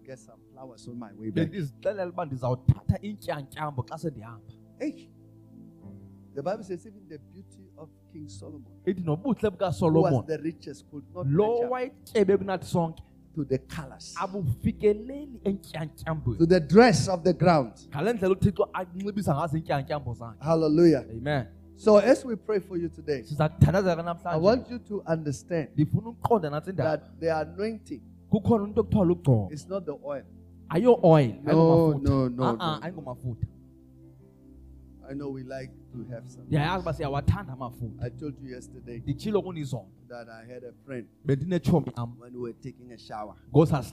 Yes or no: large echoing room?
yes